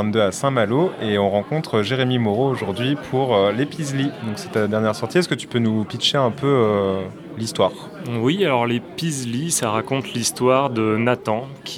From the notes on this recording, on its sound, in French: Micro-trottoir au Festival Quai des Bulles édition 2022.